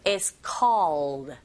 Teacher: L 사운드가 있기 때문에 O 하고 혀끝이 윗니 뒤로 붙어줘야 됩니다.